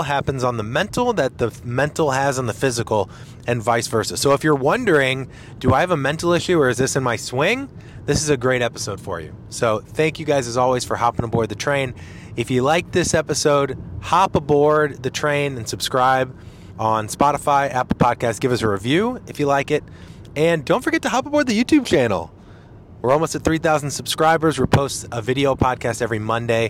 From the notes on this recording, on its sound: LIVE from the PGA Show